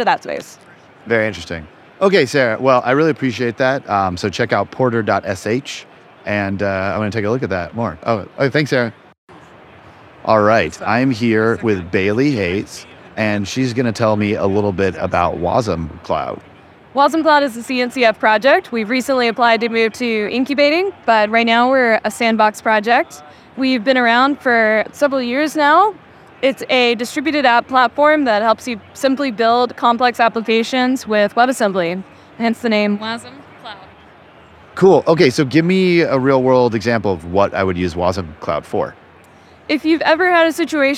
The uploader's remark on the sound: Live From KubeCon 2023